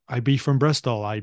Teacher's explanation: It's rhotic. They pronounce the R's in their Bristol.